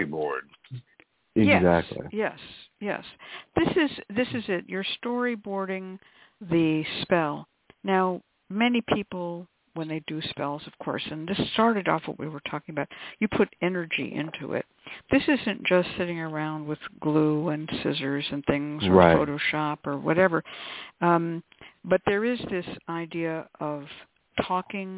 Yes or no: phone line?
yes